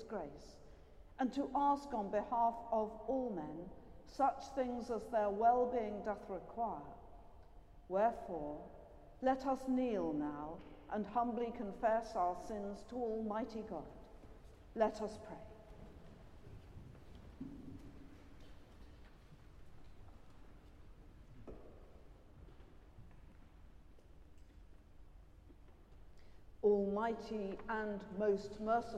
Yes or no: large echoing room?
yes